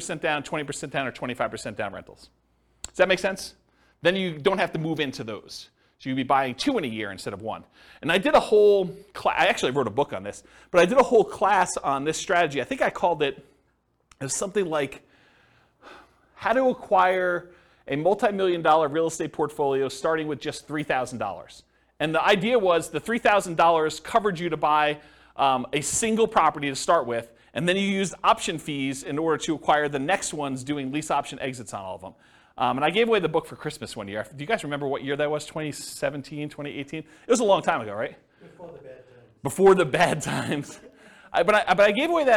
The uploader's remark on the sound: This was a live class recorded